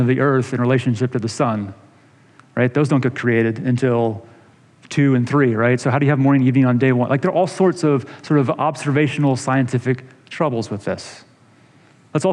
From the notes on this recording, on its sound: this episode is a sermon delivered in August of 2020